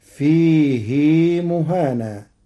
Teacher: قرأ ورش كلمة فيه بعدم صلة الهاء فتصير ويخلد فيه مهانا على إرادة التخفيف.